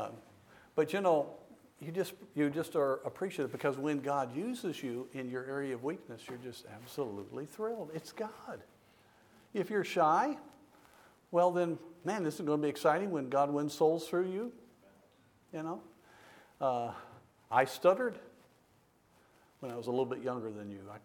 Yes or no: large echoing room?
yes